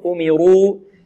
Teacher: وما أمروا الراء مفخمة لأنها مضمومة